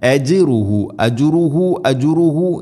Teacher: ഫലഹു അജ്റുഹു, ഇങ്ങനെ നാലോ അഞ്ചോ ഹർക്കത്തിൻ്റെ ഖദറിൽ നീട്ടാം. അജ്റുഹു ജീമിന് ഖൽഖല, അജ് സുക്കൂനാണ്